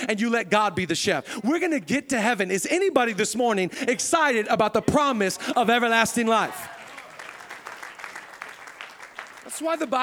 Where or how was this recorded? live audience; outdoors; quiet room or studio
live audience